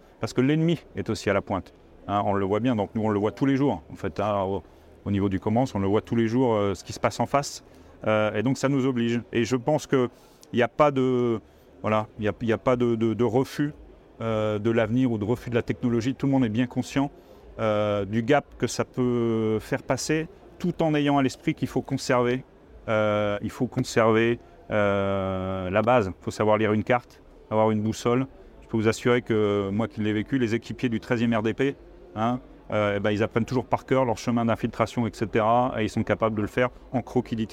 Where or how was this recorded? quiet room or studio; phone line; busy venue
busy venue